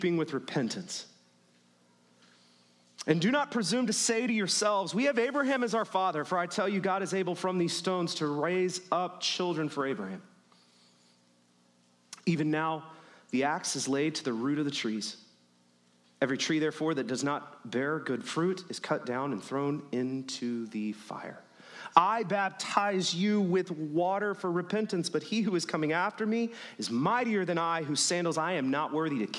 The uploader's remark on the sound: The following was recorded at Stone Oak Bible Church.